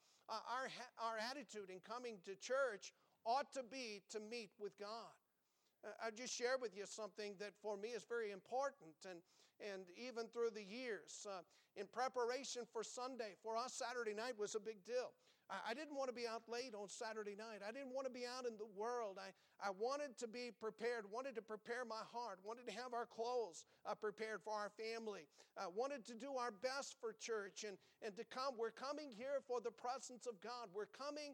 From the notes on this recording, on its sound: Preached from the pulpit of Valley Bible Baptist Church